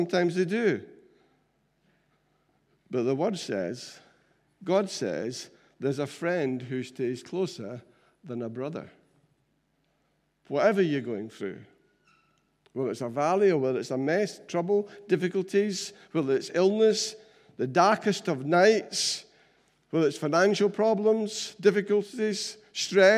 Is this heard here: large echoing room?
yes